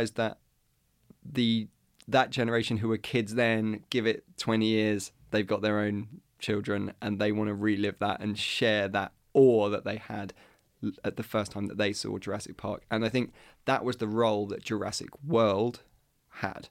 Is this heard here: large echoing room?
no